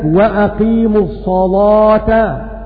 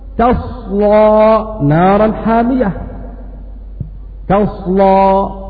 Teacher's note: ورش يغلظ اللام وأقيموا الصلاة لوقوع اللام بعد الصاد · Term: التغليظ